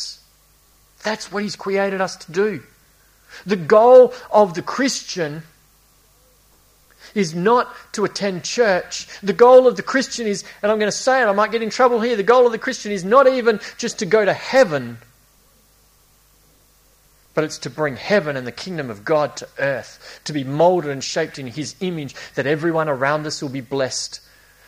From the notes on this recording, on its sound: A series preached at Esperance Church of Christ.